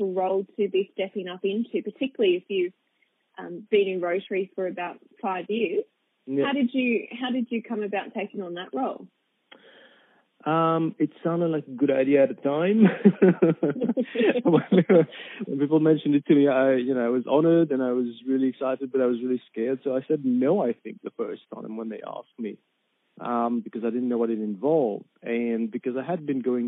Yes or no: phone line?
yes